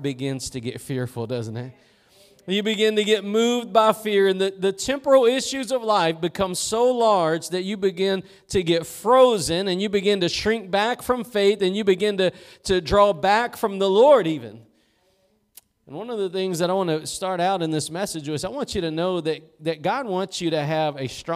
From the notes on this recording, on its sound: Preached at Gospel Lighthouse in Bossier City, La.